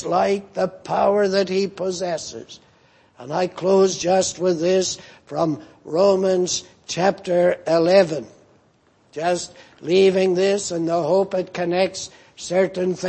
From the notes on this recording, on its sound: at the Lord's Day Morning service on 17th June, 2018